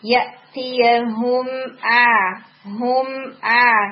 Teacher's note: پھر جو توسط لیٹرز ہیں نا، یعنی جیسے میم ہے، نون ہے، آئین ہے، اس میں مجھے تھوڑی کوئکنیس لگی ہے آپ کی نا، جیسے یأتیہم، یہ تھوڑا میم ہلتا بھی ہے، تو اس میں آپ نے نا یأتیہم اچھی طرح لپس کو ملائیں، اس میں بالکل تھوڑا سا ناقص گنا کریں اور آواز ختم کر کے نا لپس پہ پھر آئین کے لیے موو کریں.